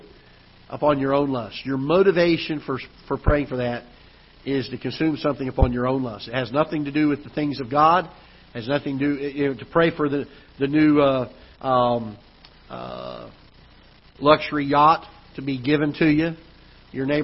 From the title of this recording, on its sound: Ketha Heights Baptist Church ~ Live Broadcast